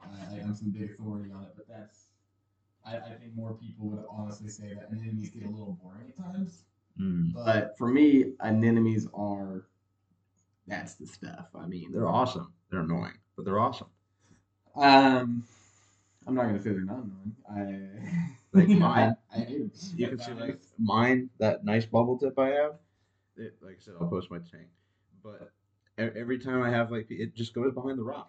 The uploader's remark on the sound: We apologize for audio quality, the new mics and headphones will arrive in the next week or so.